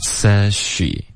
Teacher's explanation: says,这现在时的这个跟 she 呢，我们会把这个 z 的音给省略